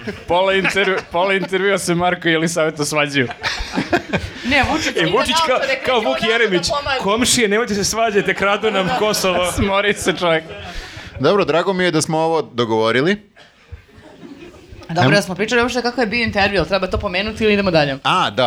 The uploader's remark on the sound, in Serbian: Ove nedelje gostovali smo u Gornjem Milanovcu, snimili još jedan live podkast. Hvala ljudima iz Udruženju "Uzinat" na gostoprimstvu.